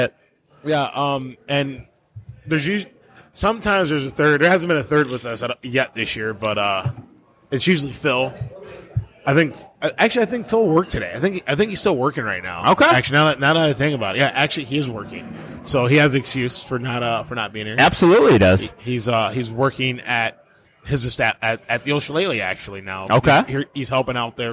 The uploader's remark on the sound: Live from Buffalo Wild Wings